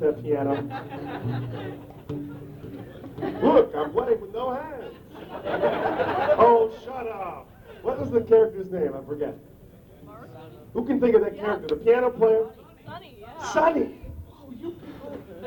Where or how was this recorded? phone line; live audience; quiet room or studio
live audience